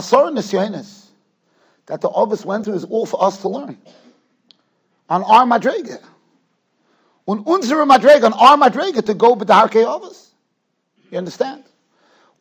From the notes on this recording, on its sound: Shiur recorded in Yeshivas Ohr Reuven, Monsey, NY